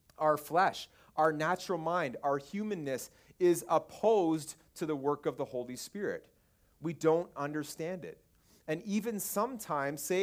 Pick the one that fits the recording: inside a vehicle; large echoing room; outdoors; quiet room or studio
large echoing room